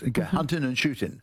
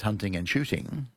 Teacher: Or in the 1920s, the very upper class of Britain used to leave out the ng at the end of words · Shown in: first take · Hunting and shooting was what you could say in 1920.